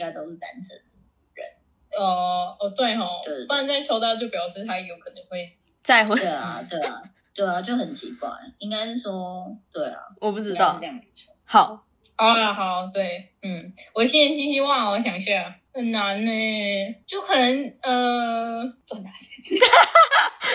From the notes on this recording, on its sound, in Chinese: 本集由於過年期間錄製，外來聲音影響重疊，加上第一次嘉賓來訪，聲音錄製的品質稍有影響，請各位聽眾見諒。